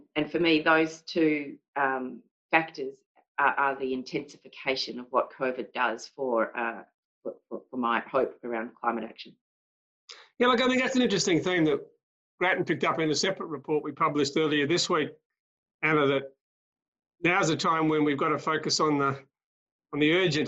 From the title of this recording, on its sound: Webinar recording